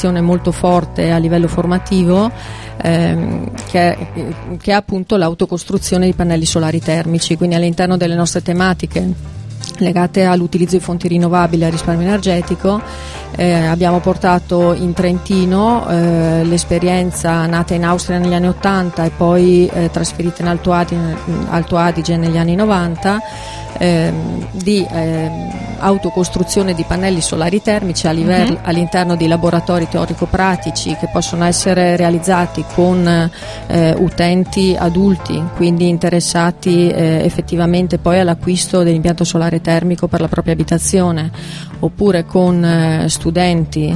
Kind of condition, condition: setting, outdoors